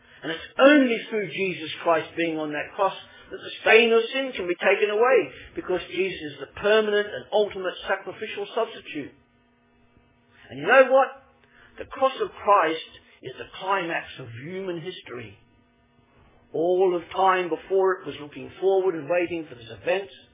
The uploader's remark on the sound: Originally preached at Poulner Chapel 25 March 2012